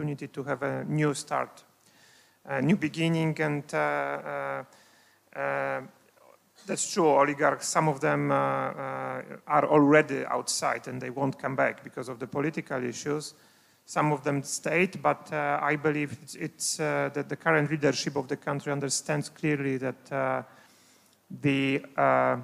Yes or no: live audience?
yes